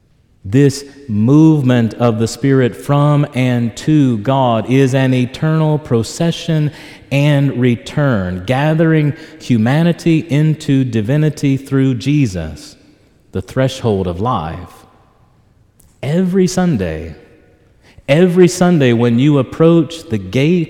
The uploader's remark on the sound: This homily was preached in Church of the Ascension, Knoxville, Tennessee